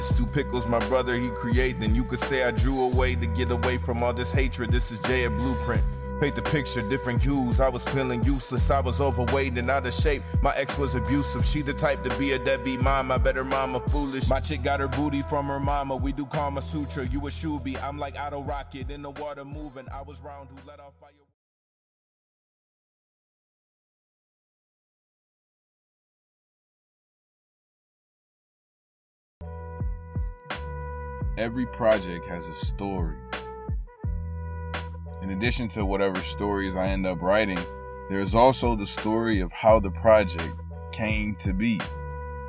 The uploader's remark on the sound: Attempts to record a whole project in his car while documenting the process. The small town of Jackson, Michigan.